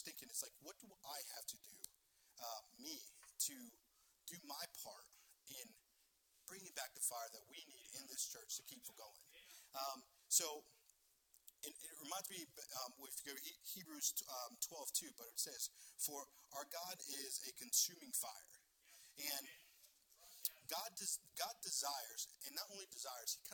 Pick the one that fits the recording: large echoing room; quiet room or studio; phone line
large echoing room